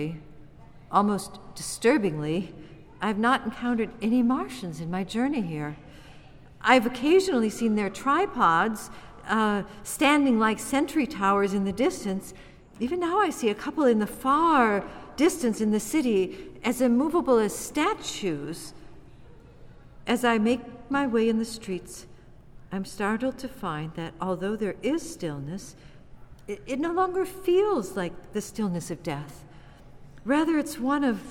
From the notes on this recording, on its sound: Recorded before a live audience